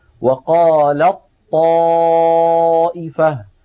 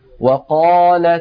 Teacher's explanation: وكنا قد قلنا في حلقات سابقة إن التاء والطاء من مخرج واحد، يعني هما حرفان متجانسان متفقان في المخرج ومختلفان في بعض الصفات، فإذا اجتمعا وكان الأول ساكنا كالحالة التي معنا هنا ندغم التاء في الطاء، بمعنى نحول التاء إلى الطاء فيكون النطق بطاء واحدة مشددة · Shown in: first take · هكذا وقال الطائفة، ولا يبقى للتاء أثر.